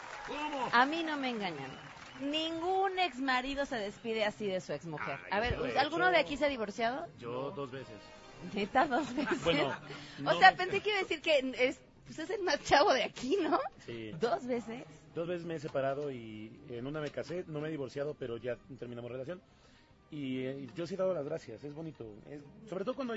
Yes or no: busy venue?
yes